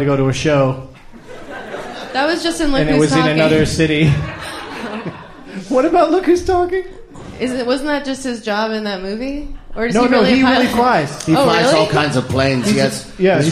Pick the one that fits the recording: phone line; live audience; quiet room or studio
live audience